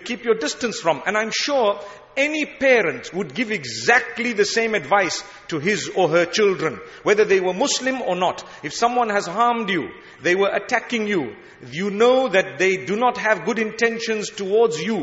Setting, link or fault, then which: setting, large echoing room